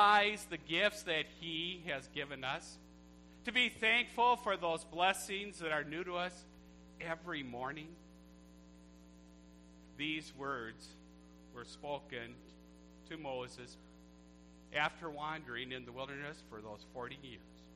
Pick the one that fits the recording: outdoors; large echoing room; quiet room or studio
large echoing room